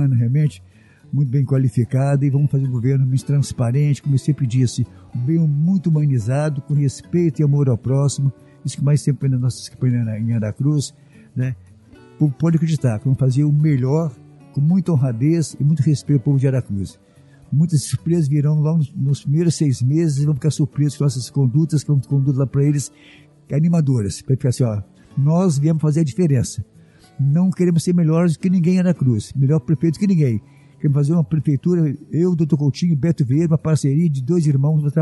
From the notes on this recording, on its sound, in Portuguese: Episódio gravado no evento "Seminário de Novos Gestores".